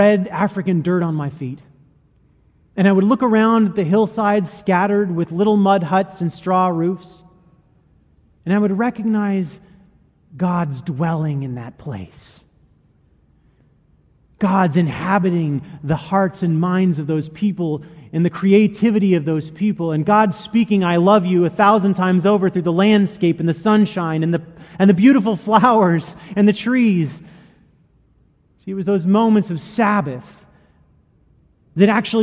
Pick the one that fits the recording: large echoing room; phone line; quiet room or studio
large echoing room